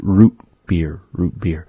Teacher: we have this glottal stop in the word root beer. In that we don't actually say the T sound. We don't really pronounce it as T.